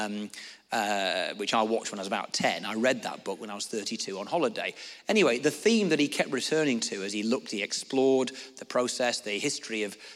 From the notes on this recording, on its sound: answered questions from the audience